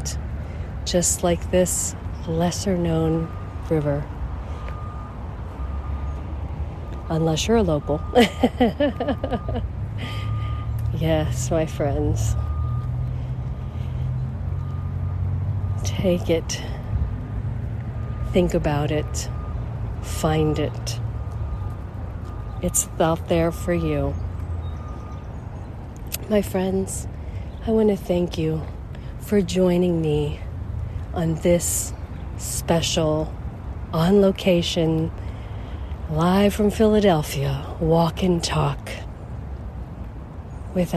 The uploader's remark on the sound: Along the Schuylkill River, Philadelphia, Pennsylvania, USA. This is a special on location Walk and Talk of our Mindfulness Summer Tour 2022.